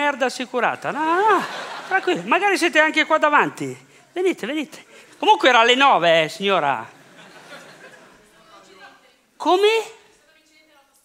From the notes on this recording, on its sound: A raccontarsi sul palco del PoretCast.